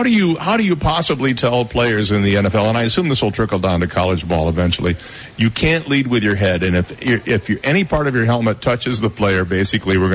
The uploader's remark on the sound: Live from Shula's Steakhouse.